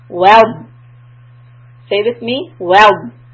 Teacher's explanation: So it's like a scoop. And the air is being trapped between your tongue and the dome of the roof.